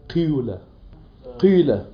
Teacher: إشمام الكسر شيئا من الضم قيلة قيلة مش قيلة قيلة بتجيبها كسرة بس مشمة شيء من الضم. · Term: الإشمام